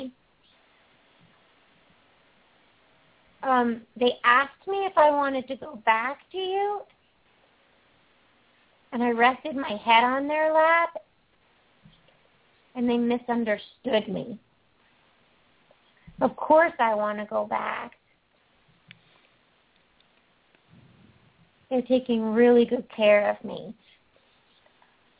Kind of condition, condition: link, phone line